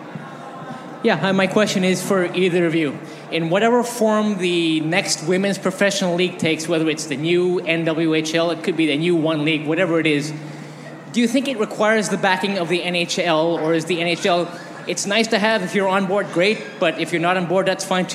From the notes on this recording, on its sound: Audio from Puck Talks April 6 Canada-USA Women's World Championship event